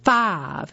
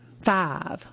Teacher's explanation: Folks from the Piedmont usually speak using two vowels instead of one within a single syllable before a voiceless sound. · Shown in: first take